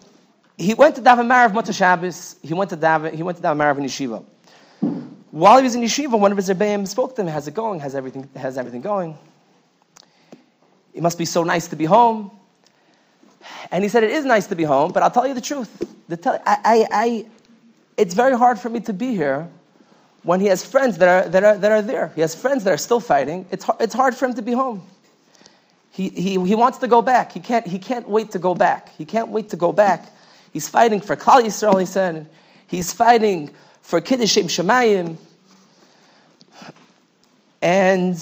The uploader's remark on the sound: Night Seder Thursday Night. Shiur recorded in Yeshivas Ohr Reuven, Monsey, NY.